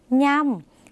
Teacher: เป็นเสียงขึ้นจมูกเหมือนในภาษาอีสานหรือในภาษาภาคเหนือนะคะ